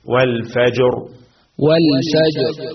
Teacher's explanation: القلقلة في الجيم يا شيخ تكون أقرب للفتح